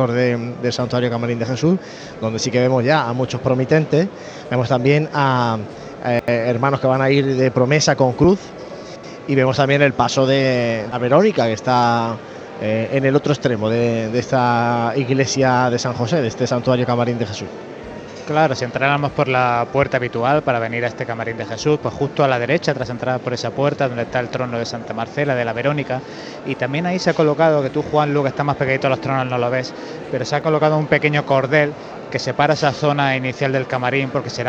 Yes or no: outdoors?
yes